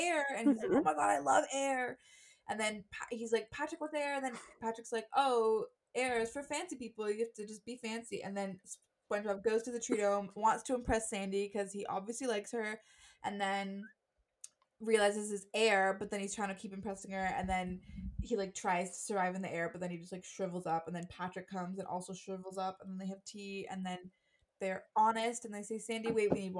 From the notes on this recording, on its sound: we promise the audio gets better!!